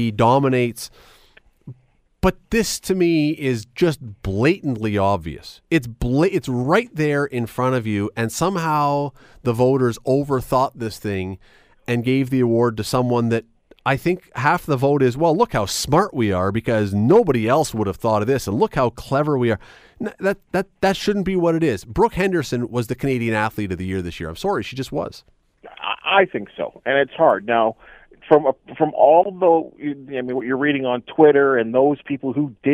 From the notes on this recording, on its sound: opens up the phone lines